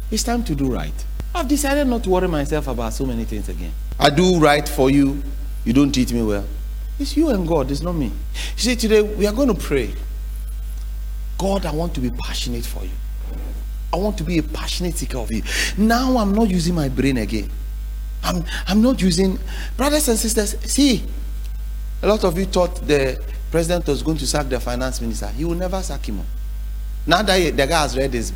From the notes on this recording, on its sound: preached at The Faithlife Church, Ghana-Tema Community 3 Site A.